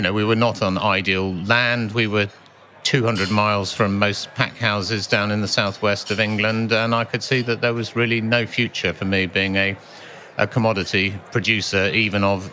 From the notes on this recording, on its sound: Recorded at the World Retail Congress 2019. In an exclusive interview, recorded at the World Retail Congress 2019.